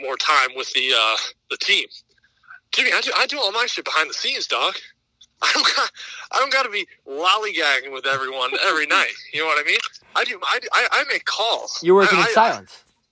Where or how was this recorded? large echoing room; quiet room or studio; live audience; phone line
phone line